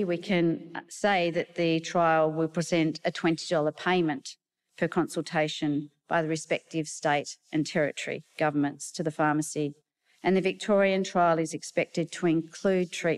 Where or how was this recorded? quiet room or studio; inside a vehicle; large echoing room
large echoing room